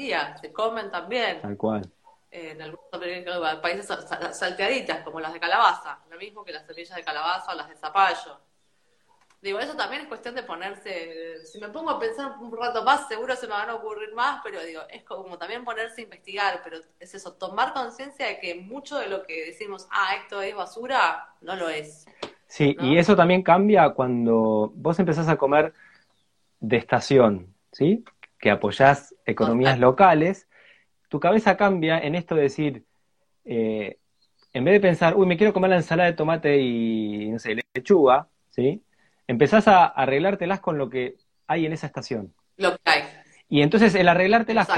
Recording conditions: video call